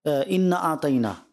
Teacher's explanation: اس میں ان شاء اب اس انا اعطیناک الکوثر، اس کو پہلے پڑھتے ہیں انا آتعینہ، الف کو کھینچنے کے بجائے جو ہے وہ بغیر کھینچے پڑھ دیتے ہیں